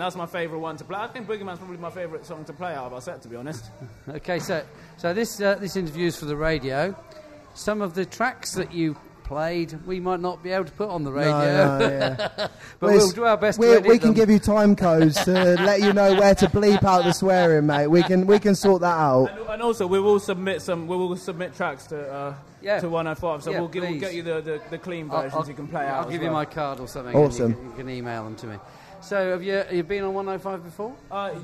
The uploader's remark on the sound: recorded at The Portland Arms